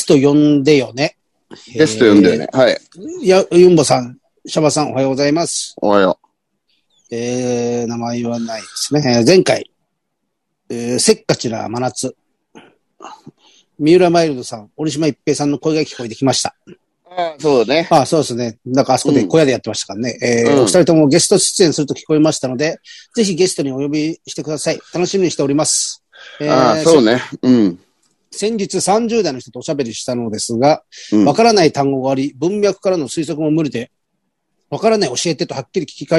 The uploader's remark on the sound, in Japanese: ZOOMで収録